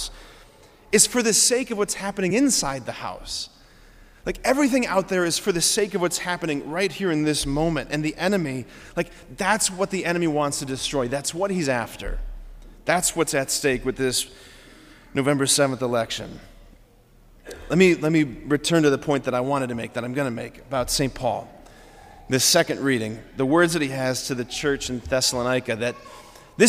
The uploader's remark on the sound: preached this homily on November 5, 2023 at Sacred Heart of Jesus Catholic Church in Wadsworth, OH.